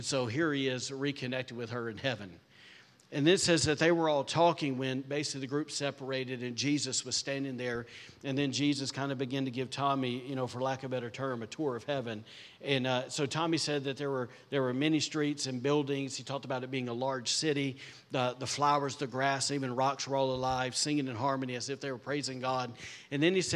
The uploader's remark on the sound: was recorded on Sunday, July 9th, 2023, during service at The Anchor Church in Rockport, Maine.